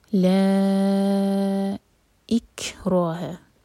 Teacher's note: کیف پر سکون ہے تو یہاں پر ہم حمز کریں گے، سانس کو جاری رکھیں گے. اکراہ، رو ہے بھی، رو پر فتحہ ساتھ میں الف، تو یہ ہے مد طبیعی، دوہر کا لمبا کھینچیں گے.